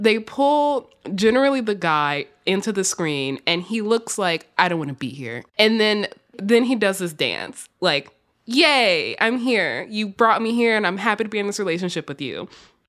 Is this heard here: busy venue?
no